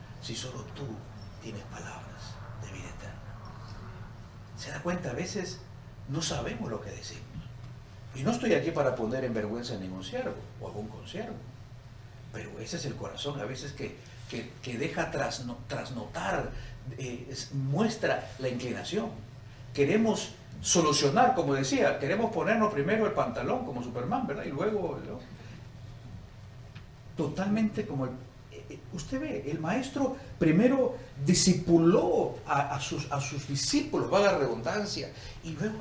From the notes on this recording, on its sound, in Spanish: Esta serie fue grabada en vivo en nuestra conferencia Enamorados no Endeudados.